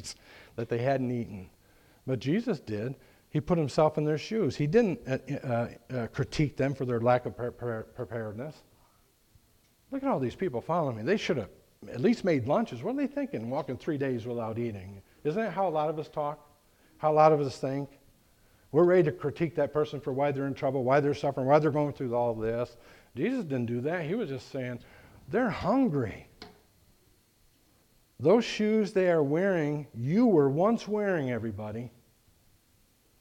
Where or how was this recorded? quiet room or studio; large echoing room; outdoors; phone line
large echoing room